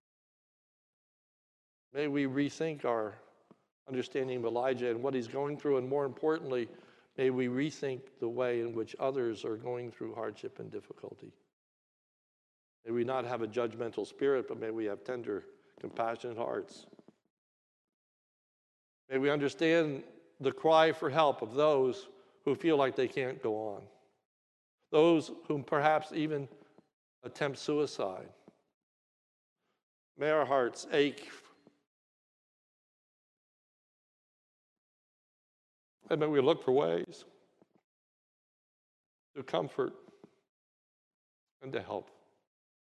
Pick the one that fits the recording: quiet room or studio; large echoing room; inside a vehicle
large echoing room